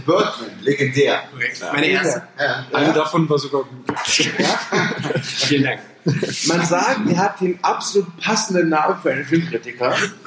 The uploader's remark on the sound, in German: Aufgenommen irgendwann am Samstagmorgen, zwischen Tischtennisplatte und Kickertisch. Leider hat das extra für den Cast mitgebrachte Mikro seinen Dienst verweigert, weswegen die Tonqualität sehr bescheiden ausfällt.